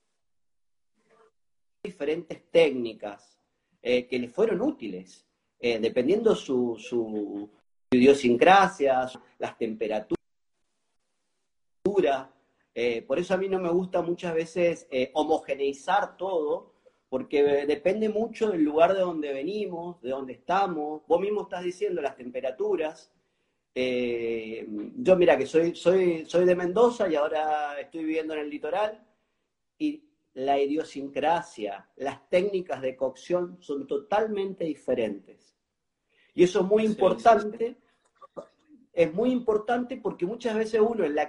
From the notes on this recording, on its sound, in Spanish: Audio de la charla en VIVO por Instagram